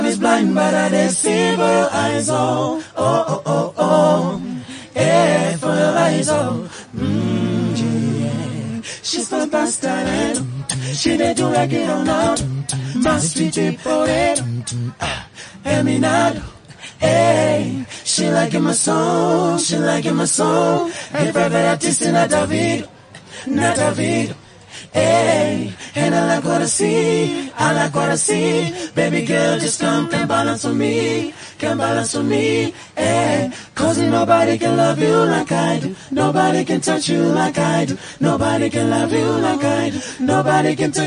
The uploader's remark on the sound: Live from the Lifestyle Home Garden